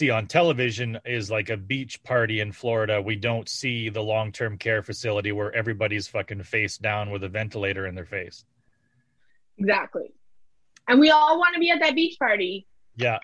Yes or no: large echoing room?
no